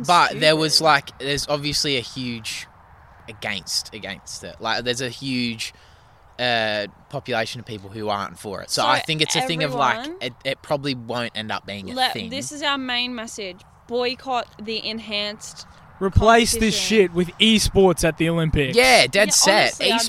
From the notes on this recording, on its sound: we filmed this episode outdoors, so sorry if theres some background noise